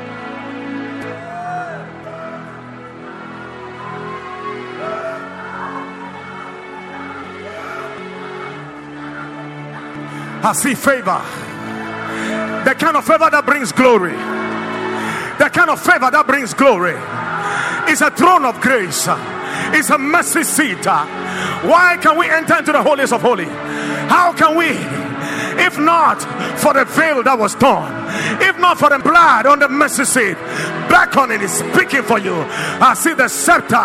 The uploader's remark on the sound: Preached at the Watered Garden Church